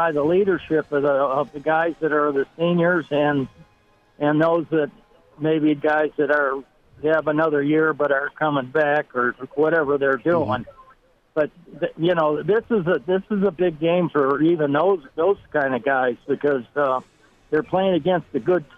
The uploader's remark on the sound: open up the phone lines for the first hour of this Monday show